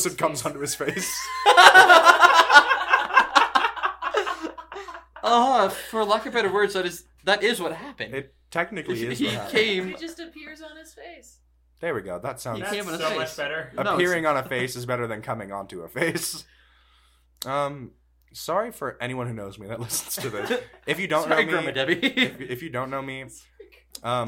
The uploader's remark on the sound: NEW MICS (still tweaking so hopefully sound gets better as time continues).